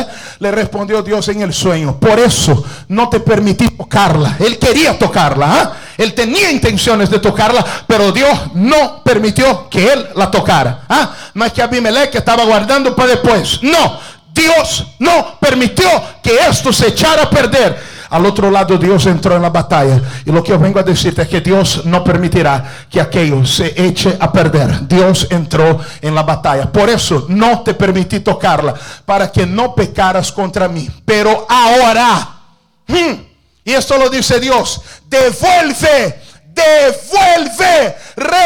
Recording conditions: large echoing room